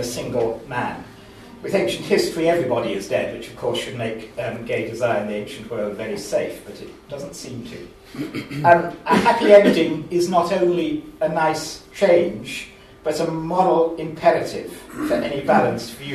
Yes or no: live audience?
yes